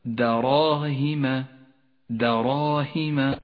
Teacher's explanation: الدال مرققة والراء مفخمة والألف تابعة لها في التفخيم، والهاء والميم حرفان مرققان، اقرأ هكذا دراهم، دراهم.